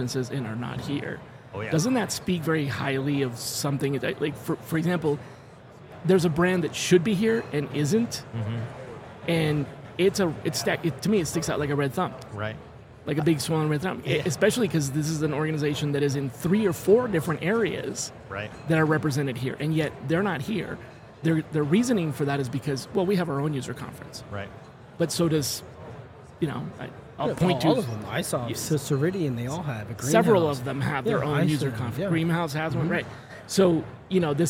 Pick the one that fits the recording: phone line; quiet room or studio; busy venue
busy venue